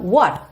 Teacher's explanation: letra T, consoante oclusiva, pode aparecer pouco, muito pouco, quase nada, nada